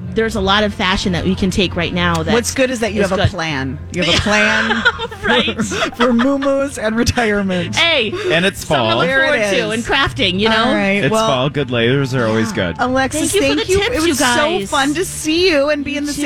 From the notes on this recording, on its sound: Are broadcasting live at Sourthern Lights.